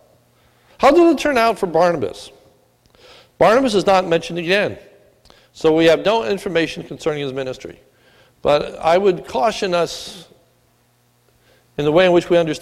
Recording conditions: large echoing room